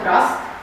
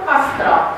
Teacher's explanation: Râul de aici, nouă nu ne place să pronunțăm crast. Mi se pare complicat și pronunțăm castra. Am făcut o metateză a unui sunet.